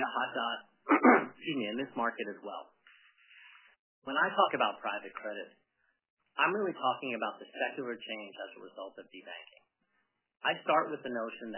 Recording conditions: phone line